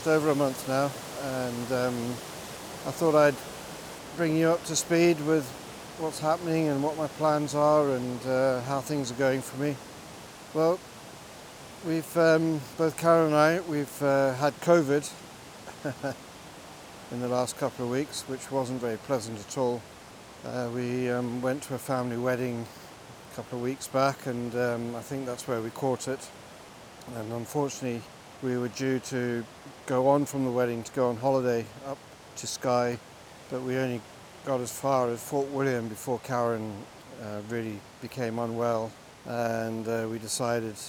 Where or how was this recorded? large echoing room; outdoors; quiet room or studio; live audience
outdoors